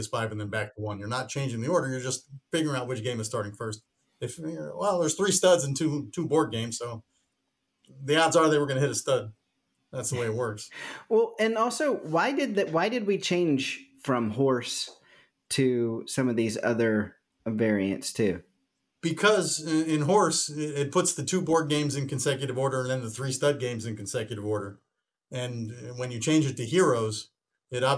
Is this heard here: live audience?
no